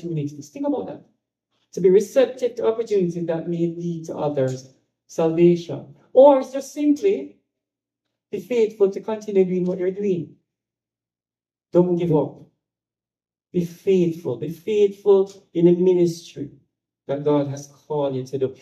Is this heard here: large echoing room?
yes